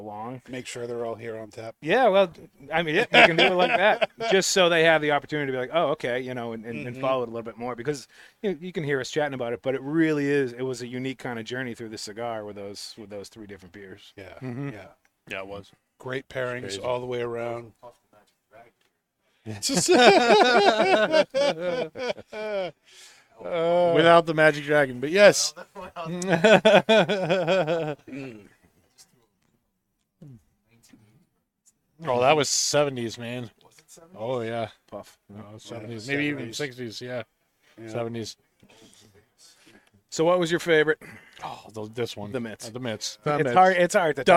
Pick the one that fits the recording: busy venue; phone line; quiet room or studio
busy venue